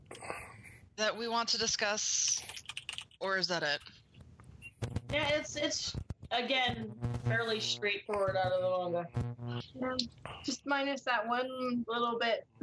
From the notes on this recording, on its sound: There are some audio issues with this podcast.